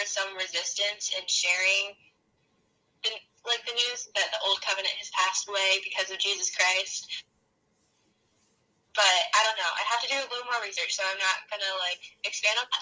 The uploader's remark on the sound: Welcome to Cozy Convos in the Car!